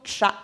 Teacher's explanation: les affriquées non voisées qui sont des sons composites importés souvent d'une langue étrangère